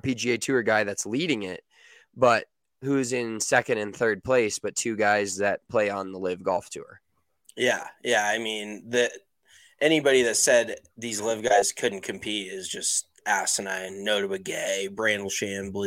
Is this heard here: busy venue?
no